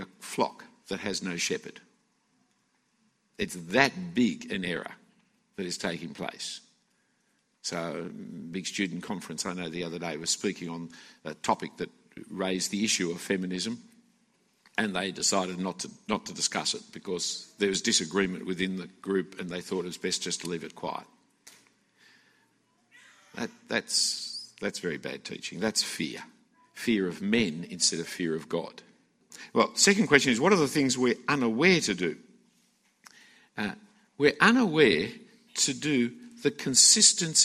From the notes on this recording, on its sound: A talk given at the FIEC Conference for Ministry Workers in 2016.